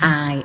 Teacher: I, and it's very nasal. And I called it the Aflac sound because, like the duck and the Aflac nurses, quack, quack, quack, quack, and you have to get it in your nose.